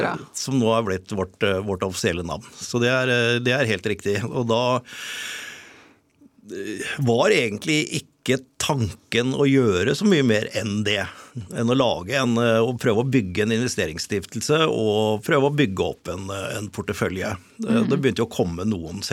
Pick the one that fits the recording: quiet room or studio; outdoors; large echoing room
quiet room or studio